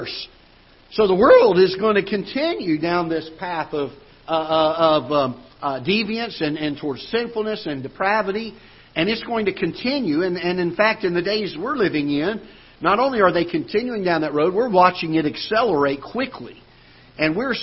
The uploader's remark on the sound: Ketha Heights Baptist Church ~ Live Broadcast